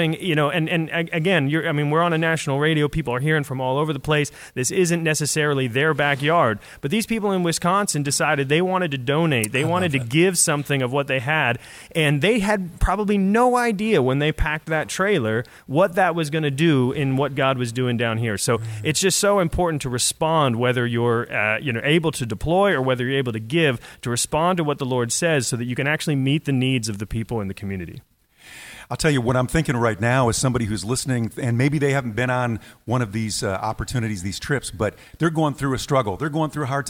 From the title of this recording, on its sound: Live Interview During #EDOHXIX